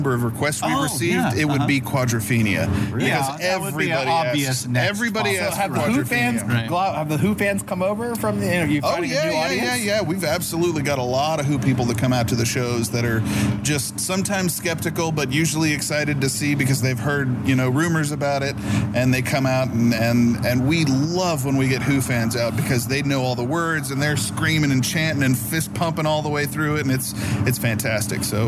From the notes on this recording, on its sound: This is a special interview at Slim's San Francisco